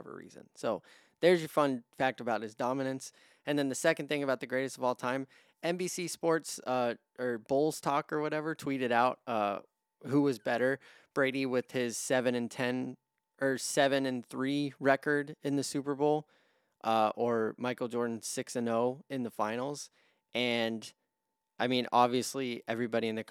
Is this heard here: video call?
no